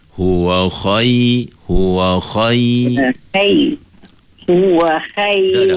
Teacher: huruf kha tebal tapi huruf ya nipis